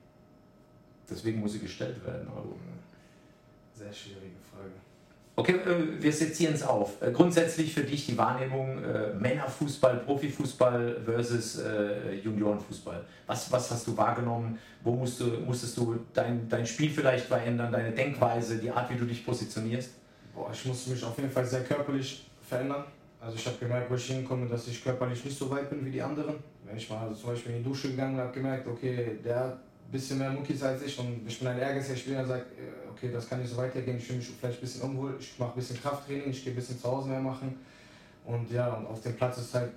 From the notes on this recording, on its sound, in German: Während der Aufnahme hatten wir leider technische Probleme, bitte entschuldigt die Qualität!